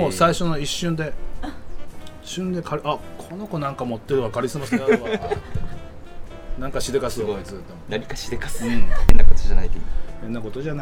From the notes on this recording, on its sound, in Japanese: 奄美大島5日目。外で収録しているため、途中風によるノイズがあります。